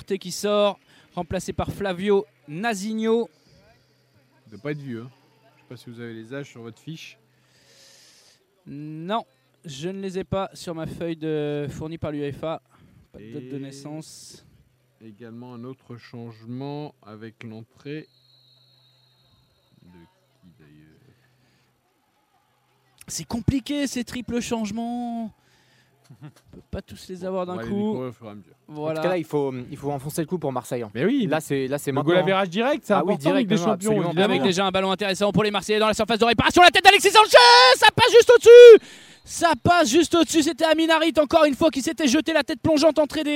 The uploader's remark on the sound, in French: en direct du stade Vélodrome